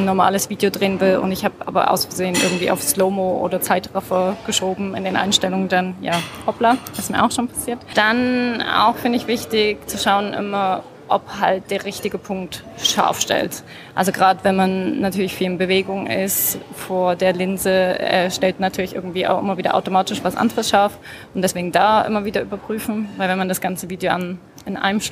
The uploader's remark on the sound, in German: die auf der Campixx 2023 in Berlin aufgenommen wurde